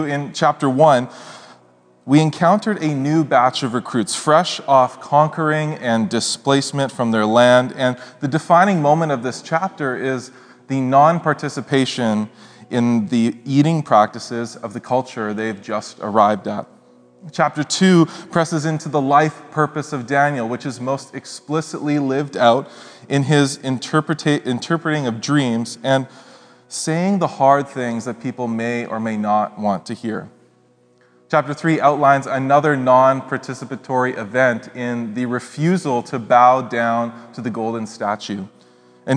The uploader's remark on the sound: speaks at SouthRidge Fellowship, a Langley church